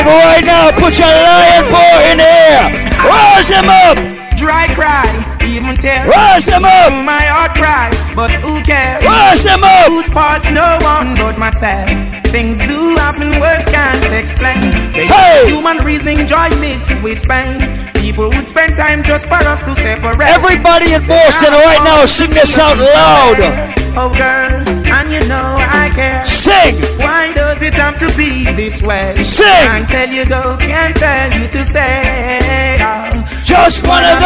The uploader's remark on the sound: LIVE AT VENU IN BOSTON ON MARCH 5TH